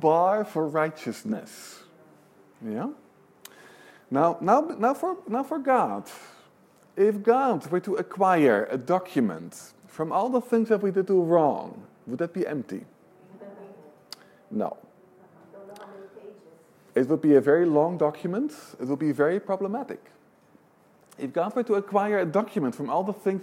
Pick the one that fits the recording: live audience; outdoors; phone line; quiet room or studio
live audience